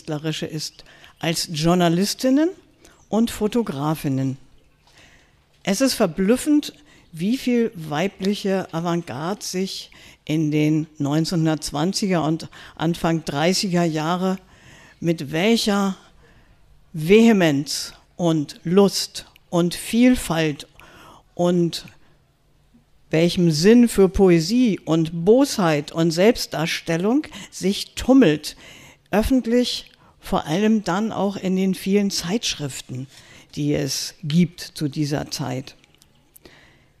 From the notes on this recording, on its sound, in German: Literatur im Künstlergarten. Mitschnitt einer Veranstaltung. Im Künstlergarten des Haus der Weimarer Republik.